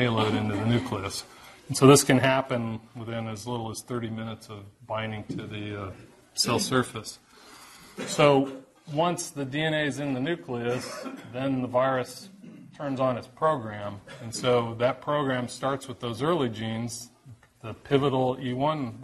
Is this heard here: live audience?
yes